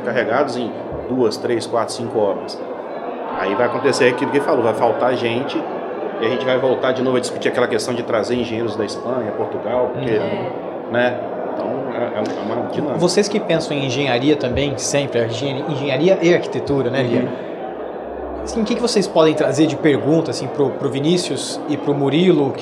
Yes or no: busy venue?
yes